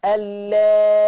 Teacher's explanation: أبدل هذه الهمزة بياء مع الإشباع · Term: الإبدال بياء